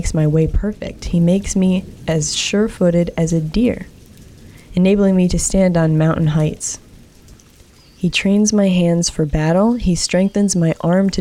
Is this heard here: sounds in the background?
yes